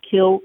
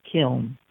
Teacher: The British do not pronounce the N. · Shown in: first take · They call it kiln.